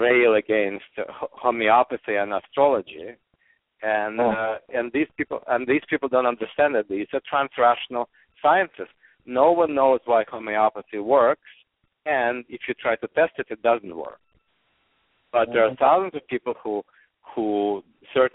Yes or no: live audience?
no